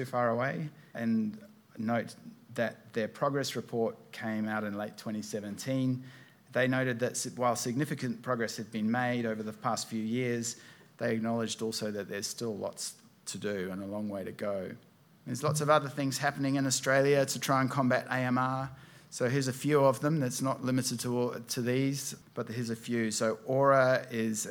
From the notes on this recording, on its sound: This week our podcast takes you to a keynote presentation. At the DMTC Conference in Canberra.